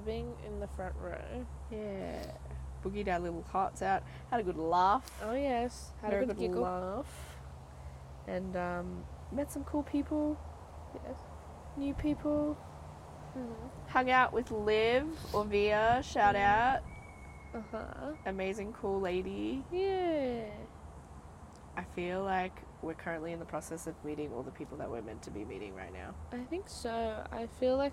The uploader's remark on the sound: In the Backyard. The cicadas are singing, the sun is shining and the tea is served. We sit outside in communion with each other.